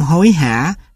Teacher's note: Không khí đi ra bị cản trở trong thanh hầu sẽ tạo nên các âm thanh hầu, âm h trong hối hả là thuộc loại này.